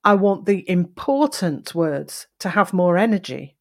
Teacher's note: So the word important there and the word energy had emphasis and also some element of a different inflection a different use of pitch.